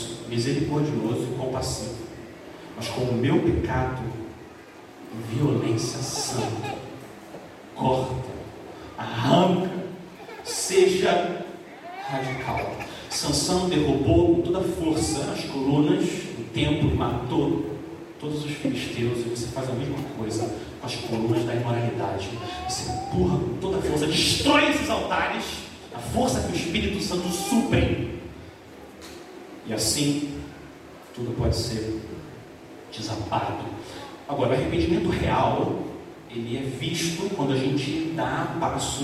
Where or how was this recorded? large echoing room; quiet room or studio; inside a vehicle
large echoing room